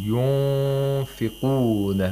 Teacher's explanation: the Nun Sakina is not pronounced from its original place of articulation. In fact, nothing remains of the Nun except for the nasalization. · Term: إِخْفَاء of Nun Sakina